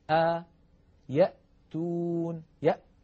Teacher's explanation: الهمزة تخرج من أقصى الحلق